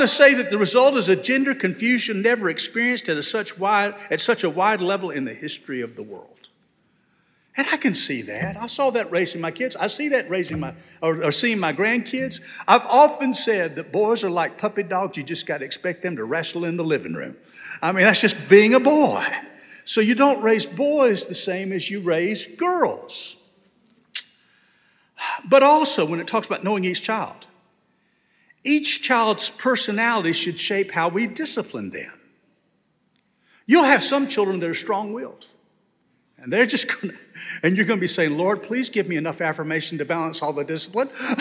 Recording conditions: large echoing room